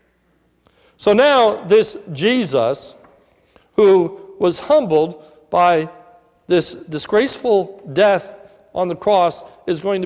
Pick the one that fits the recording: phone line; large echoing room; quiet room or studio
large echoing room